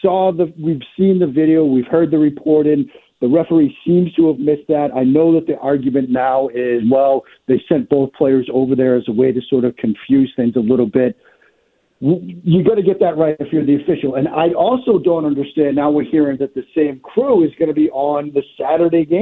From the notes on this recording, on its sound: taking some calls